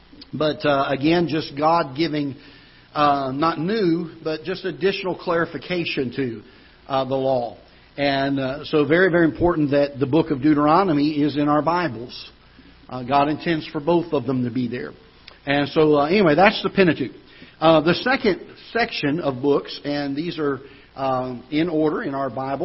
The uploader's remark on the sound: Ketha Heights Baptist Church ~ Live Broadcast.